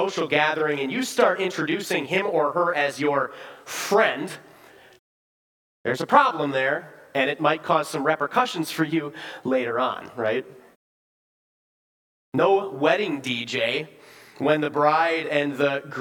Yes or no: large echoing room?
yes